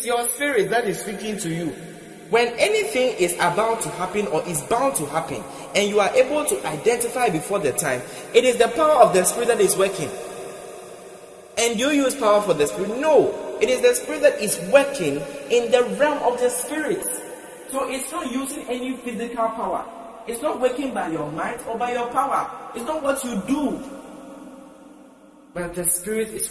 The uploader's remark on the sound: Preached at The Not By Might Nor By Power Conference, held at The Love Arena - Accra, Ghana.